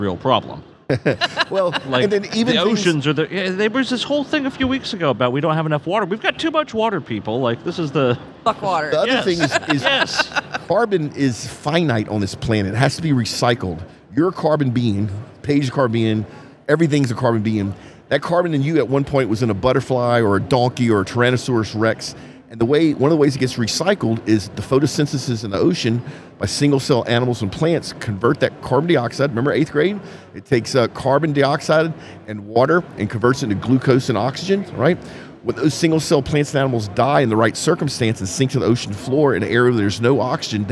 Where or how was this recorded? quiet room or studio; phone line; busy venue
busy venue